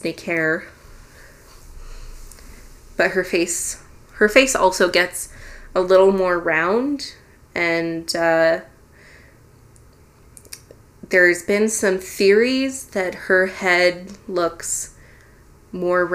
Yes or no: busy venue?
no